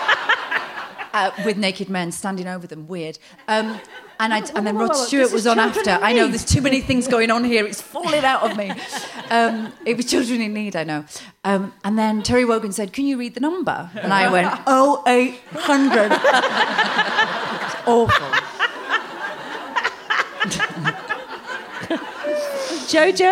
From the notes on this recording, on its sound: Recorded at Leicester Square Theatre on December 14, 2017.